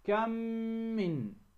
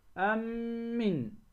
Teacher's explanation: ندغم الميم الأولى في الثانية فيصيران حرفا واحدا مشددا · Term: الإدغام